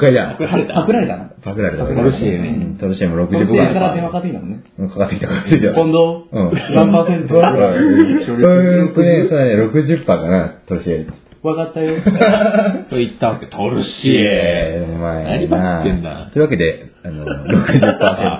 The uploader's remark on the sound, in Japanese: 収録時間が長かった為、音質をいつもより落としてあります。聞き取りにくいかもしれませんが、ご了承ください。